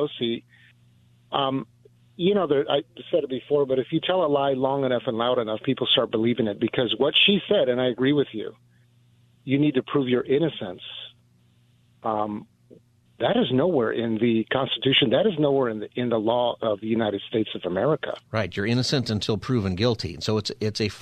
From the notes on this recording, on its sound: Open Phone Friday